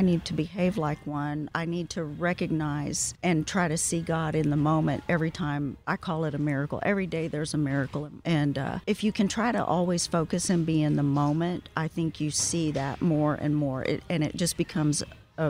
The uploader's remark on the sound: Recorded at Wheelers Western Outfitters